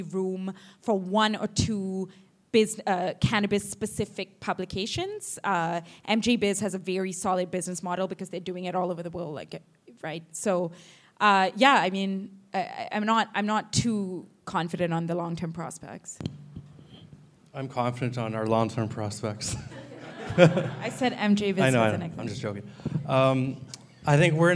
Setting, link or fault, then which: setting, live audience